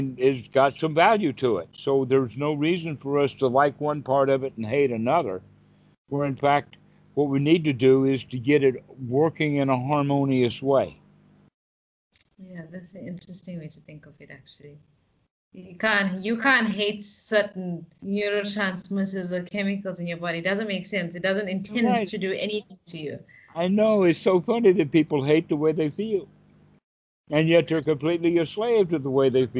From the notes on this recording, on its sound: Skype calls on this channel.